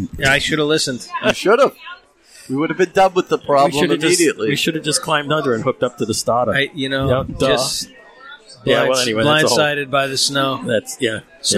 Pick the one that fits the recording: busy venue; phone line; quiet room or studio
busy venue